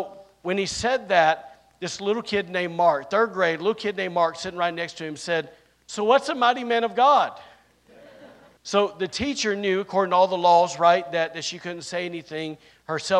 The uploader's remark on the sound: recorded on Sunday, April 2nd, 2023, during service at The Anchor Church in Rockport, Maine